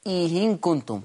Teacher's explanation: إذن الهمزة الثانية حضرتك عملت لها تسهيل. طبعا الأولى لا مساس بها إي محققة ثم الثانية مسهلة